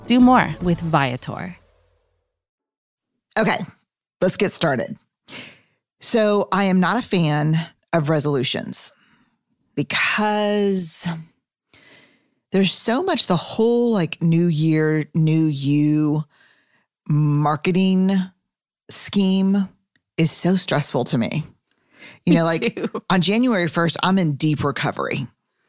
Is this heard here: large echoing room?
no